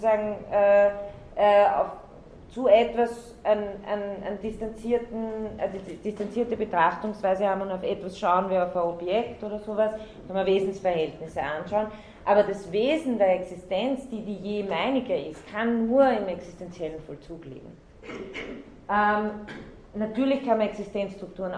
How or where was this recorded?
large echoing room